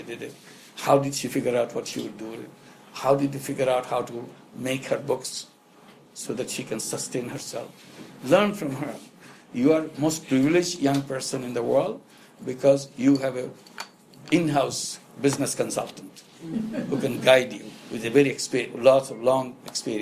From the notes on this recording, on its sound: spoke and interacted with an invited audience in Bangalore at the foundation office